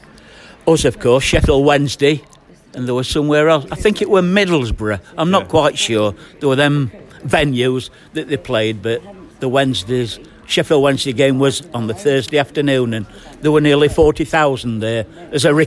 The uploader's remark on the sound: It’s a podcast recorded outside on the streets of Malta next to the sea in the January sunshine.